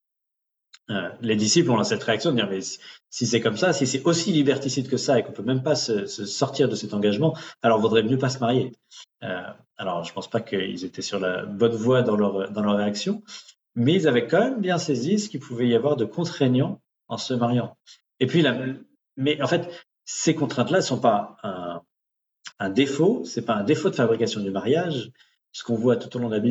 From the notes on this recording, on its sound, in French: Replay audio du webinaire enregistré le 21 septembre 2023